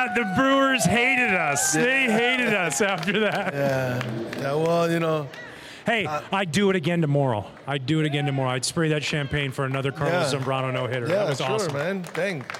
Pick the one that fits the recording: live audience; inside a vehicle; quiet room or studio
live audience